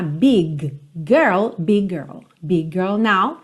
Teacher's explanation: E aqui lembra que você não vai fazer dois Gs, tá? Big girl, big girl now.